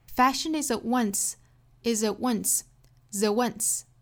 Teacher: at 尾部的 t 的发音遇到辅音，可以把它做省读的